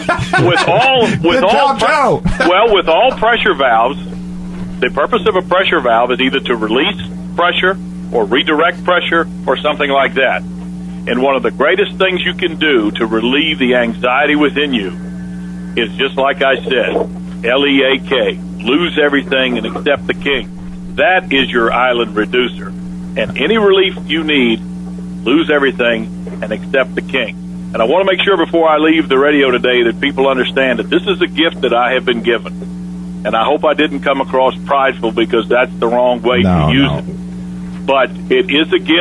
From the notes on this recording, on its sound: a call in from my mom